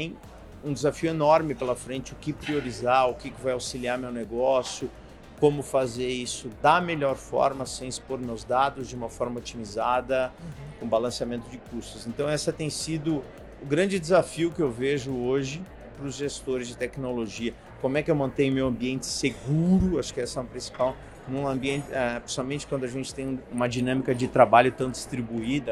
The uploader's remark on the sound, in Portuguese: Gravada durante o Dell Technologies World. Gravada durante o Dell Technologies World.